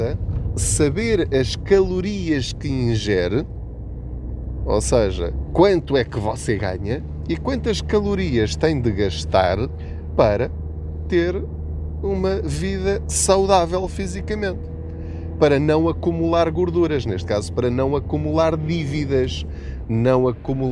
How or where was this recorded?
inside a vehicle